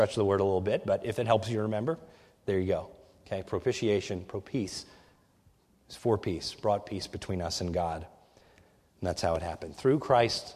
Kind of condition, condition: setting, large echoing room